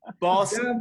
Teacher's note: The emphasis on the first syllable